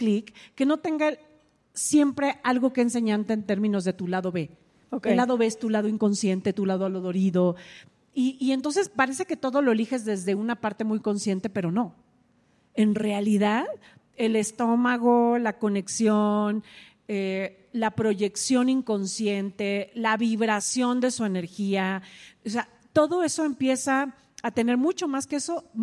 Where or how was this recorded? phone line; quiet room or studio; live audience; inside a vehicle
live audience